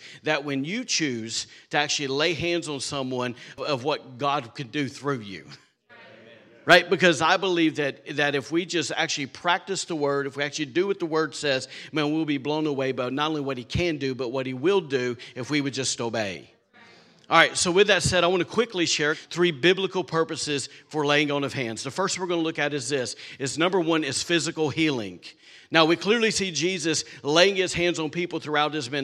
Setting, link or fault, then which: setting, large echoing room